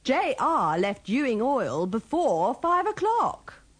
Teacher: Remember to pronounce the first E in before with the schwa.